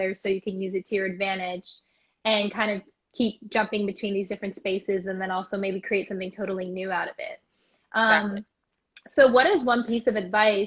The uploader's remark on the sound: An archived interview from The Pivot Pioneers IG Live Q&amp;A series. An archived interview from The Pivot Pioneers IG Live Q&A series.